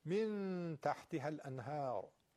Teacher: نون در نزد حرف تا دو حرکت غنه داره اخفائش. من تحت هل انهار، نونم که به هر رسیده اظهار میشه طبیعی میگیم.